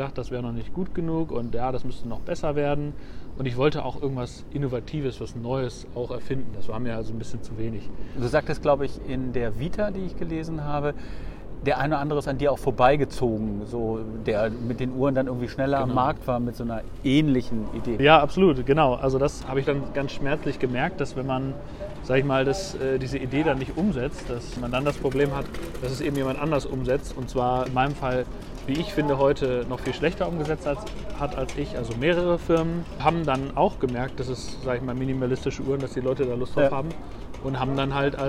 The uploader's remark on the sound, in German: Auf einen Spaziergang